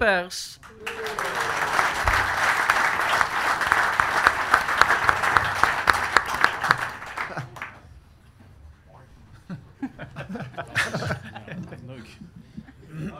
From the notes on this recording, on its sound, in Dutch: De podcast-aflevering werd namelijk live opgenomen in De Verlenging. Zo'n tweehonderd PSV'ers waren aanwezig.